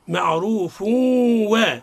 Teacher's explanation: الراء هنا مفخمة. لأن متحركة بالضمة